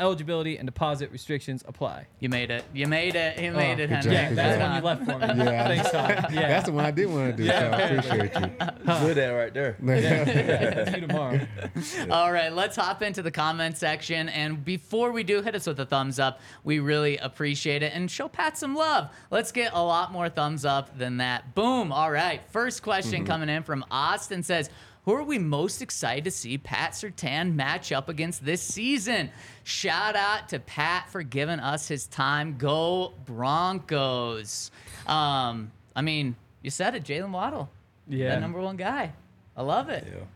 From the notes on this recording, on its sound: coming to you LIVE from the DNVR Bar